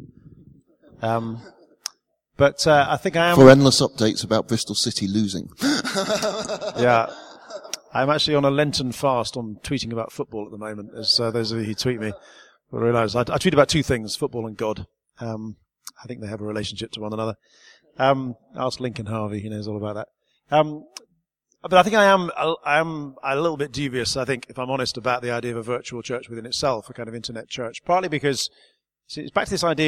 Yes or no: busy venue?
yes